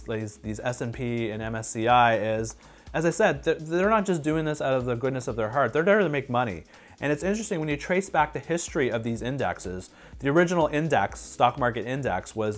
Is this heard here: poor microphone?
no